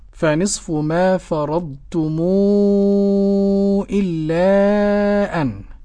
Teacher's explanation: يقرأها ورش بالصلة والمد ست